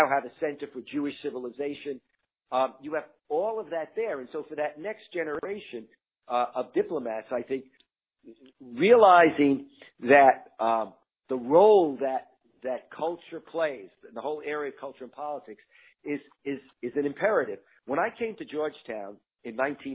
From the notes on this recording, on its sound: talks over the phone